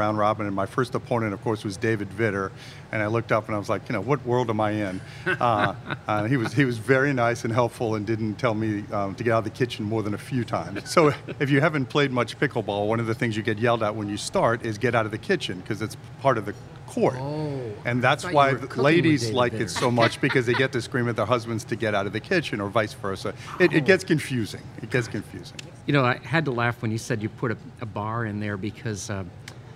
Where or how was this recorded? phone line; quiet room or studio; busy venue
busy venue